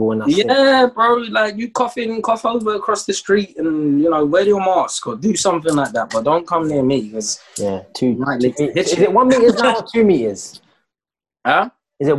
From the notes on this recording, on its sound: Filmed over Zoom